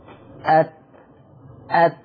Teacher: التاء تتميز انه بيخرج عليها هواء، أت أت، لما يخرج الهواء يخرج التاء. · Term: همس